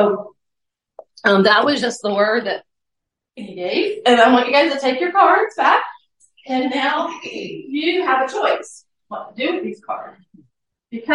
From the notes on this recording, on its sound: Sharing my message from the closing session. I’ll warn you now that the audio quality is not the best, I was emotional, and I was still recovering from a cough, so the recording is a little rough.